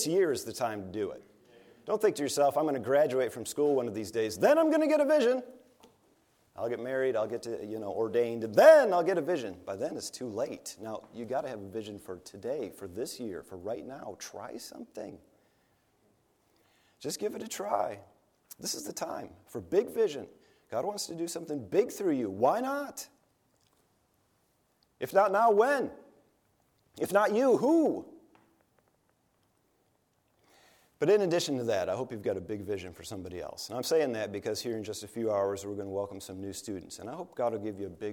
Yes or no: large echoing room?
yes